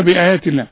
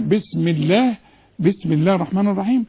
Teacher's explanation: وطالما ان التاء مكسورة اسم الجلال يرقق